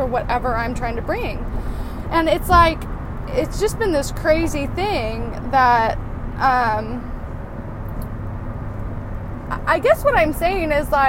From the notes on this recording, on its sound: Random thoughts in the car, at the moment.